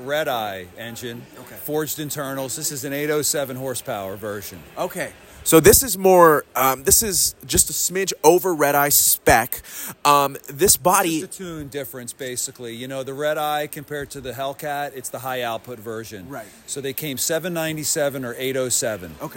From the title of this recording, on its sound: Live from Barrett Jackson